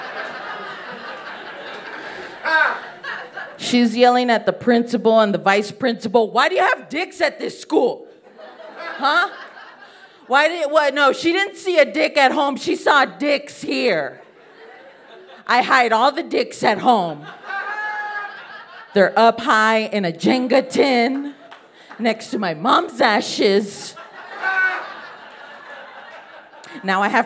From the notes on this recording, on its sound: Told this story live on 25 August 2018 at High Plains Comedy Festival. Told this story live on 25 August 2018 at High Plains Comedy Festival.